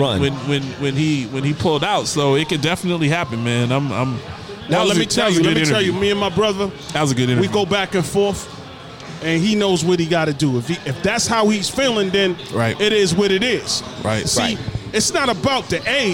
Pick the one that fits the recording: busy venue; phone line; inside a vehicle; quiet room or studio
busy venue